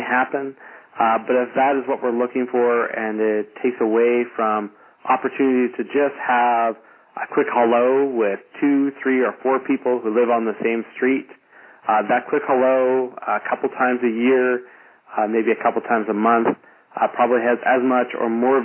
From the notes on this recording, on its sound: Call recorded on November 10, 2011.